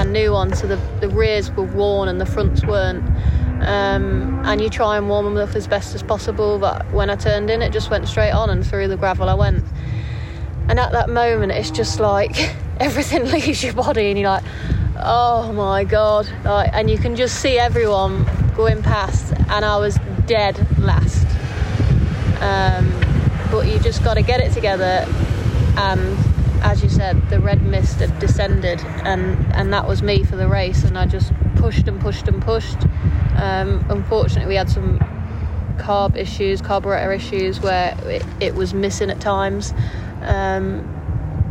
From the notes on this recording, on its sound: we are live from the British SuperKarts at Outlon Park